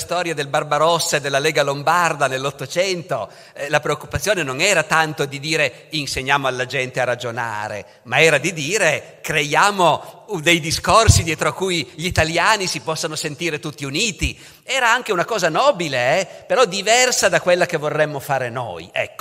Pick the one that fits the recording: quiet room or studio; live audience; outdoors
live audience